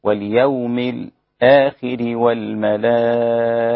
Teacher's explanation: ومنهم من يسكت على الساكن قبل الهمز هو الإمام حمزة وصلا · Term: السكت